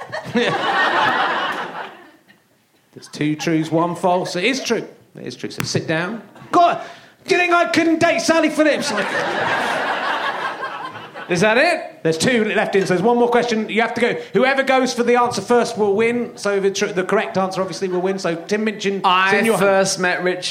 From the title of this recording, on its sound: Leicester Square Theatre Podcast